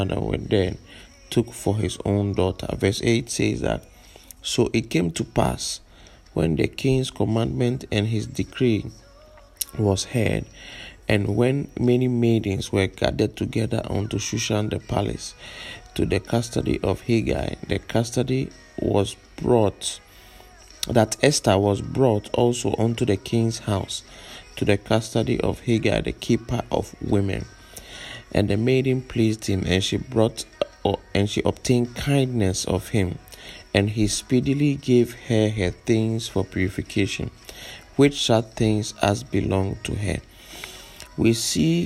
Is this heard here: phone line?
no